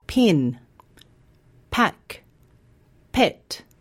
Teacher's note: The p sound is unvoiced. That means you don't use your voice when you say it. You might like to try saying these words with your hand on your throat.